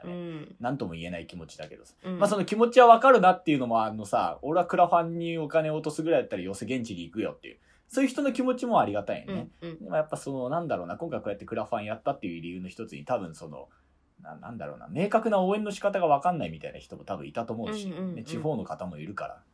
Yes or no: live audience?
no